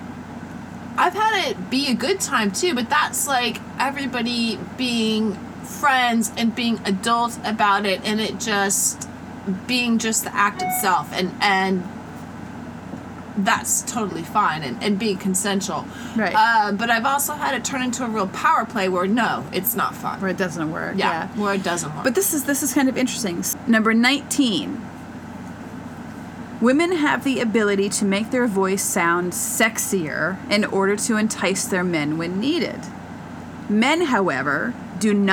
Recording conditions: sounds in the background